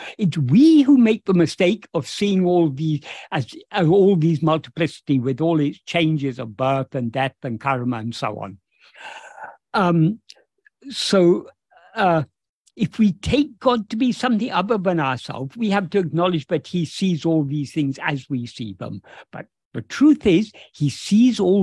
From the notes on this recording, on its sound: In a Zoom meeting with the Ramana Maharshi Foundation UK on 13th May 2023